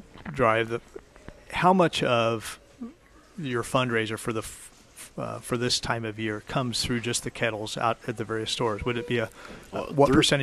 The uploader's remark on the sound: Live at Prairie Gardens